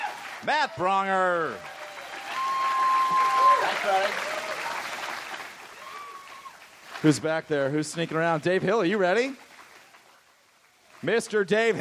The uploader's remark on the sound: Recorded at SF Sketchfest, January 30, 2015.